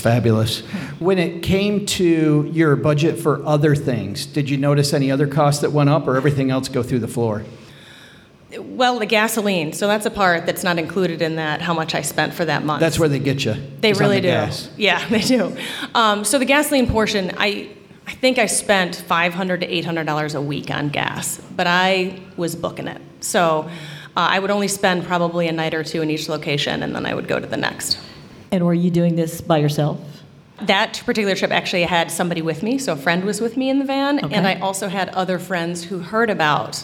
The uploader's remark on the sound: Interviews and stories with a live audience. Live from Bali! LIVE from Bali, Indonesia.